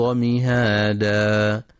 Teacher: المستمعون الكرام، في بعض رؤوس آيات سورة النبأ ورد مد العوض، ومد العوض يمد في حال الوقف عوضا عن فتحتي التنوين في حال الوصل، ويلحق بالمد الطبيعي ويمد بمقدار حركتين، فحكمه القصر، ومن الخطأ أن يمد أكثر من حركتين